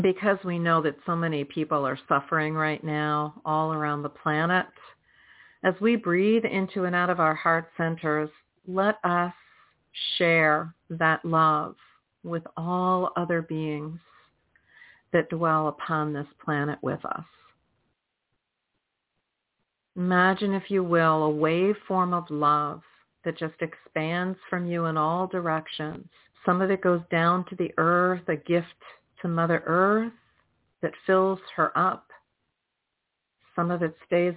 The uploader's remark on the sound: in response to callers' questions